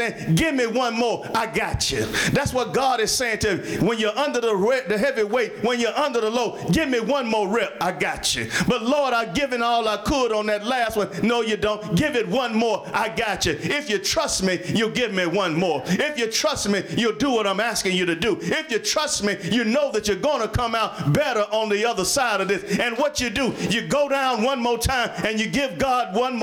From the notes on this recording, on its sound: Sermon preached from Wesley AME Zion Church